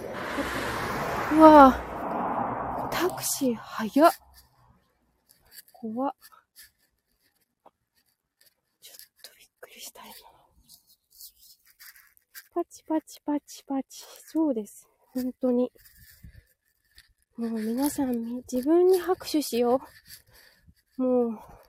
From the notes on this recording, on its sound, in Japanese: 舞踏WS参加直後終電逃し帰り道を歩きながら。